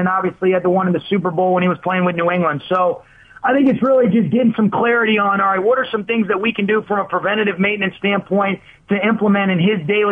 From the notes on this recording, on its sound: called